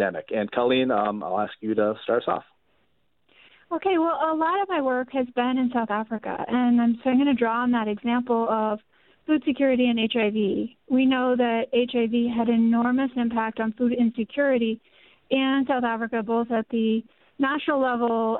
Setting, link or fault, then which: link, phone line